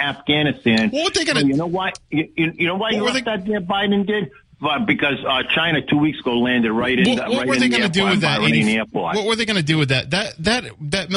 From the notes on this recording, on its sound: take calls from the audience